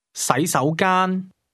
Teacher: Did you hear the series of rising tones ending on the high level?